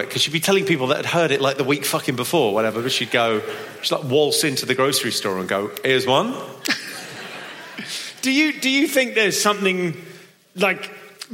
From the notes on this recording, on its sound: This is a live performance in front of an audience. Live on stage during his “Terribly Funny” tour shows in Manchester, Birmingham and Cardiff.